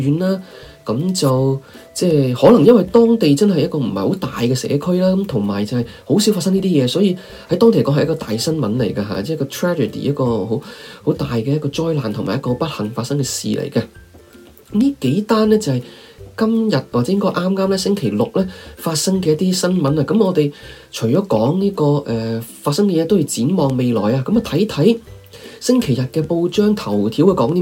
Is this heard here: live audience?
no